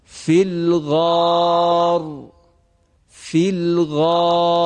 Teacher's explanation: خب اینجا اگر بخوایم وقف کنیم را ساکن میشه، میشه فیلغار، را ساکن هست، قبل از را ساکن صدای کشیده آ هست، لذا را رو باید تفخیم کنیم. به این صورت بخوانیم فیلغار، فیلغار.